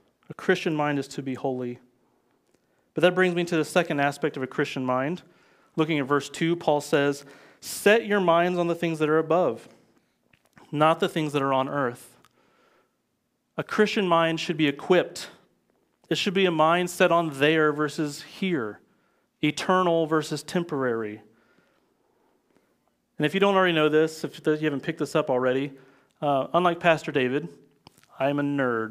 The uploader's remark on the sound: Live from Covenant Church!